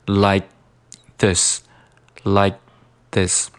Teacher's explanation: 我没有完全读出来，而是读了一半。我们把这种现象叫做半音。Like this. Like this.注意了，这个半音和省略音完全是不一样的。那我们虽然没有爆破这个 k，但是呢，我们嘴型做到了。